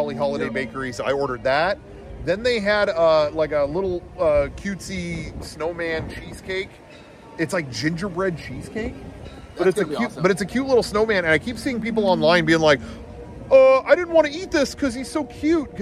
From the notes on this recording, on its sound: Recorded at the Main Street train station at Disneyland